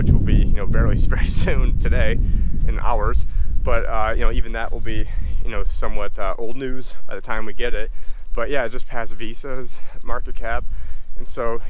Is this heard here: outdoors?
yes